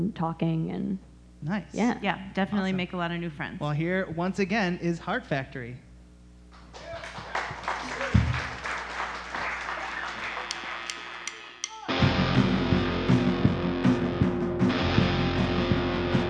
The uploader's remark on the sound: LIVE at Detroit Women of Comedy Festival. In our very first live episode, we celebrate at the Detroit Women of Comedy Festival.